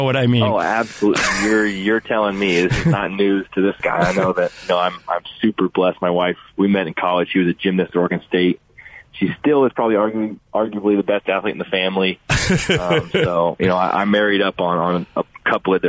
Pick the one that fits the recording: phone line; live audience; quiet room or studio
phone line